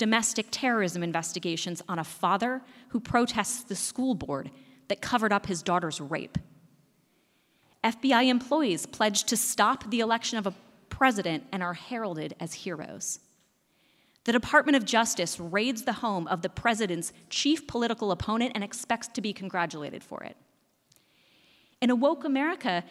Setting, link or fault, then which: setting, live audience